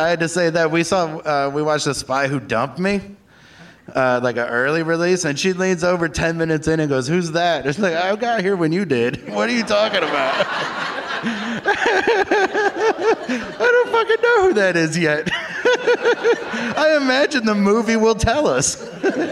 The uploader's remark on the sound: Live from the Traverse City Film Festival